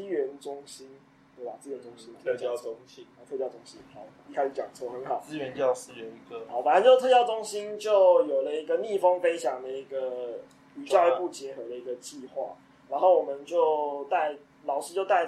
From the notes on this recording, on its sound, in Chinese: 三個師大屁孩沒有錄音設備，還是決定亂七八糟開始錄看看試播集。